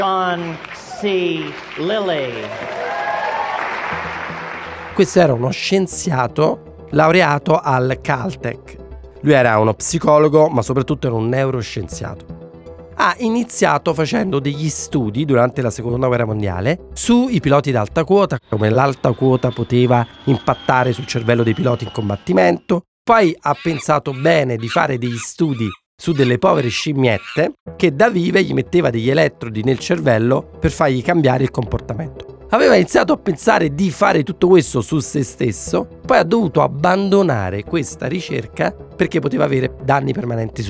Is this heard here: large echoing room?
no